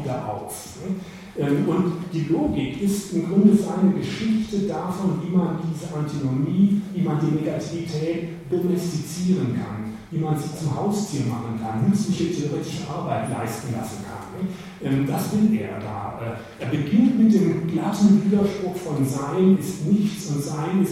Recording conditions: large echoing room